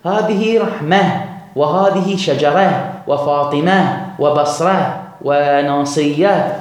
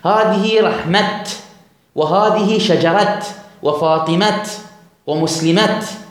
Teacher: فالأفصح الوقف بإبدالها بإبدال التاء هاء · Shown in: first take